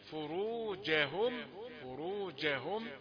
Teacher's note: اجعل الجيم قوية من صفتها الشدة